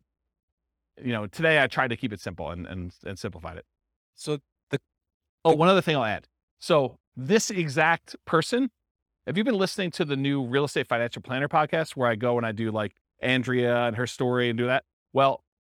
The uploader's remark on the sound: This was a live class recorded